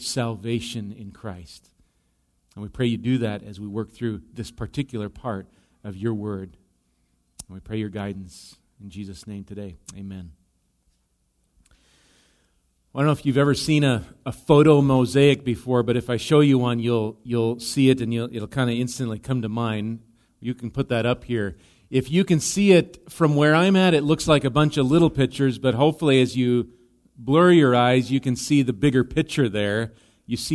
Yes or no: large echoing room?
yes